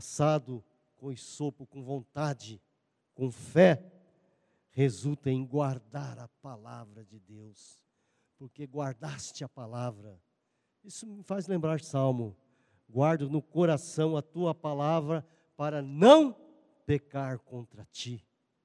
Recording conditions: large echoing room